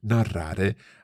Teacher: with a good rolled R there, a double R first, narrare, and it means to narrate.